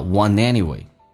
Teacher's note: Want 跟 anyway 可以有一个连音 NT 组合，不是用 T 连音